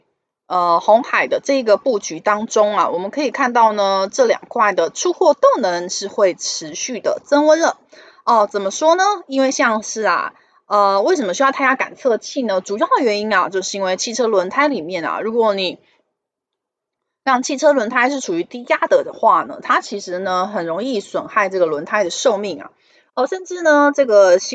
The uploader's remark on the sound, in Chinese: 本集有些許雜音，已亟力避免，如有察覺請多多包涵